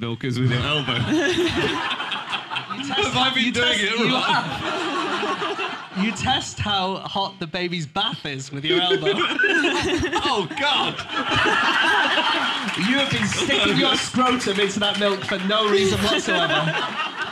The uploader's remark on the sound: Live from Up The Creek in Greenwich